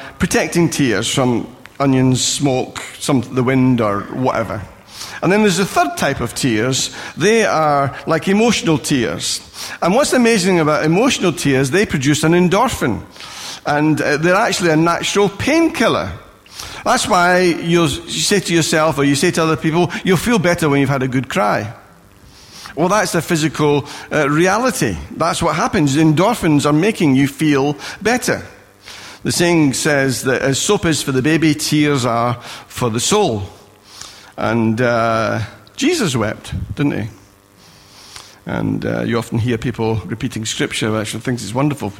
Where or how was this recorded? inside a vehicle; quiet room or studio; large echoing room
large echoing room